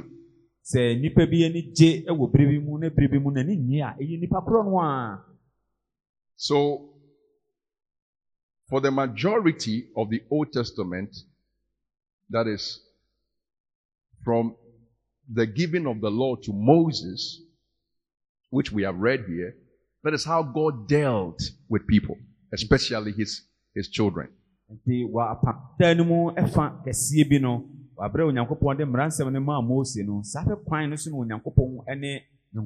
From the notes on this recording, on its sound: Preached at Grace and Truth Tabernacle Int.